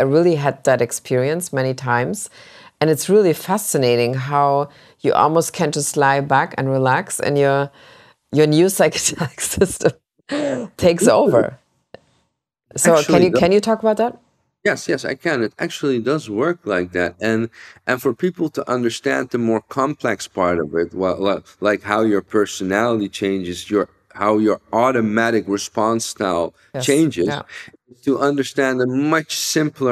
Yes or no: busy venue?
no